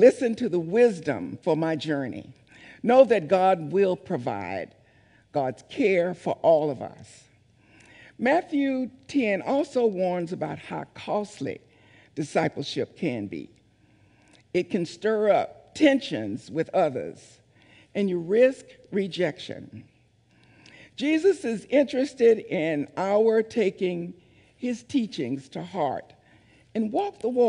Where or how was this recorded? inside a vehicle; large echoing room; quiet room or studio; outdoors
large echoing room